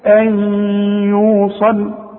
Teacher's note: العلامة النون بدون تشكيل، مش عليها السكون بقى زي ما خدنا في اول الدرس، ان يكون عليها السكون اذا كان ايه من حروف الاظهار، انما دي بدون تشكيل بعدها ايه، يبقى ايه ده؟ ادغام، ادغام بغنة، وكأن الياء عليها شدة